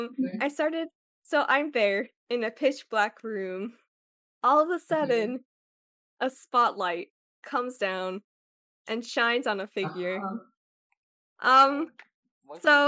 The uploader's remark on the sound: I just realized my mic was low af wtf guys come.